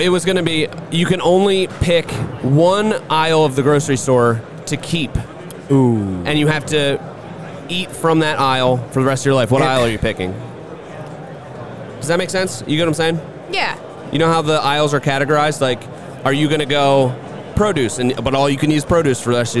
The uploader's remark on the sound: up at the JLC Live show!